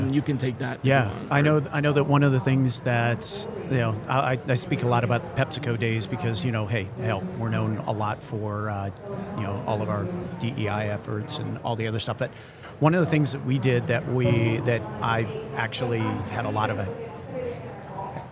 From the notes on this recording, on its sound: Recorded with Oleeo at HR Tech 2023. This is a special mini series recorded with Oleeo at HR Tech 2023.